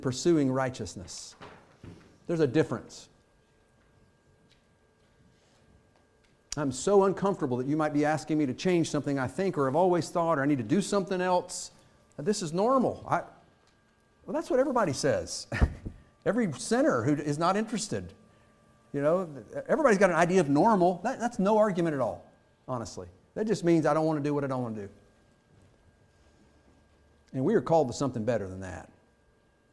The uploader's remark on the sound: Fuquay-Varina church of Christ sermon audio.